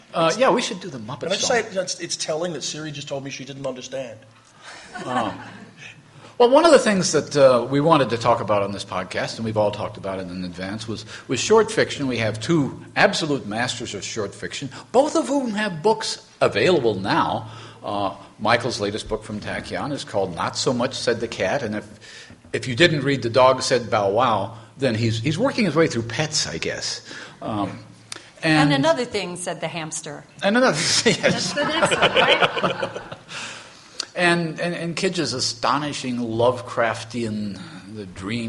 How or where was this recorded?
live audience